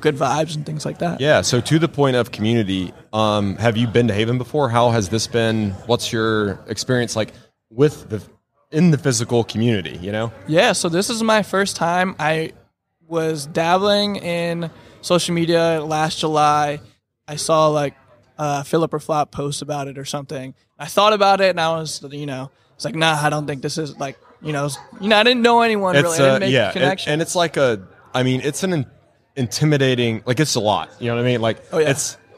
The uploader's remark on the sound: LIVE from HAVEN 2022. In the Wall Control booth at HAVEN Conference 2022.